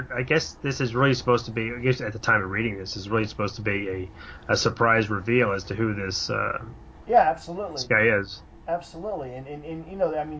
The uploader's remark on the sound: There were some issues with the audio recording this month, we apologize for the extra noise. My fault, the wrong mic was recording.